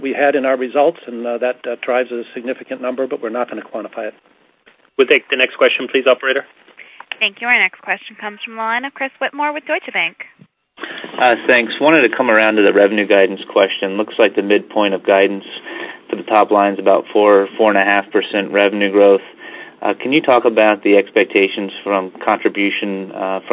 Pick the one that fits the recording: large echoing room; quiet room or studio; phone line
phone line